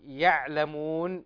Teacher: تسكين العين وإظهار تسكينها بلا شيء من القلقلة